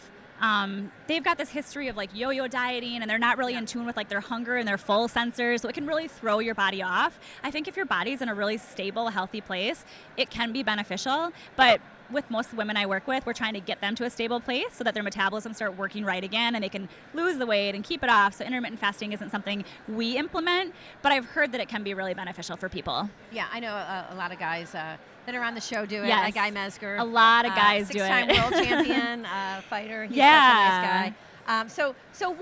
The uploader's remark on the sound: This first episode was recorded live at the 2018 Paleof(x) Conference in Austin, TX.